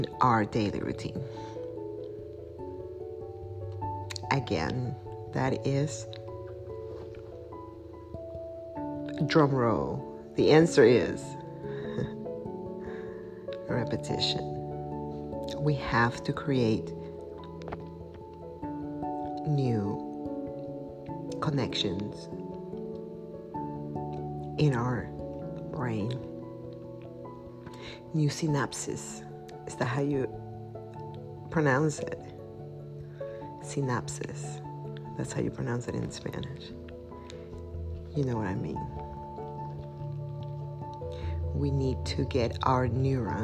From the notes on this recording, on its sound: Excuse the audio quality and ice cream's paws walking noise through out this episode.